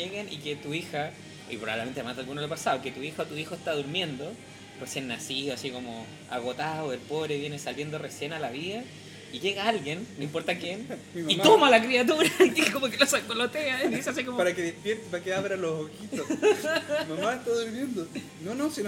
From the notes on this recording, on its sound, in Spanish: Fue grabado en la cafetería de la Clínica Santa María.